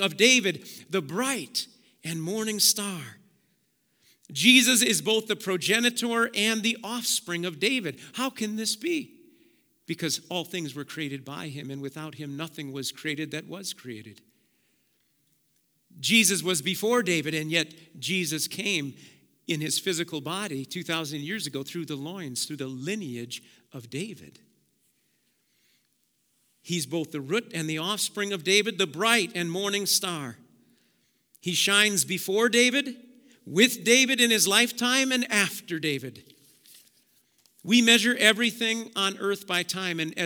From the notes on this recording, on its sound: Preached at Auxano Church 1/22/2023